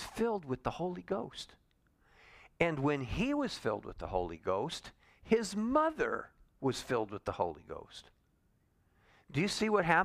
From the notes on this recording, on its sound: Calvary Assembly of God live Stream.